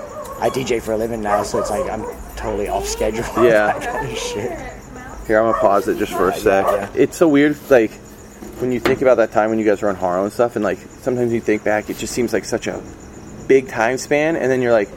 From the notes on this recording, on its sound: sat outside his shop 'Hunt & Gather' in San Diego